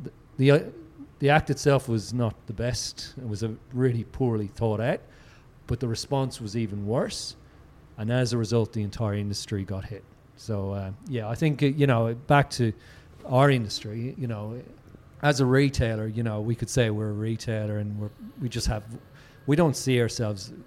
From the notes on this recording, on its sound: This is a special live edition of Radio Brews News. During the recent Sydney Beer Week the Independent Brewers Association hosted a discussion panel.